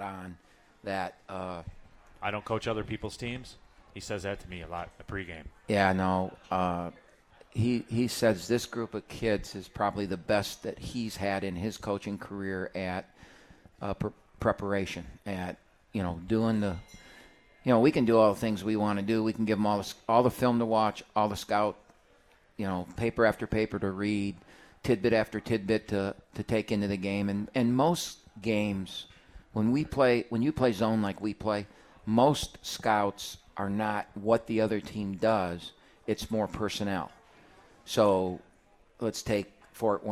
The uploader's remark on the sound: live from RJs Pub in Rochester Hills!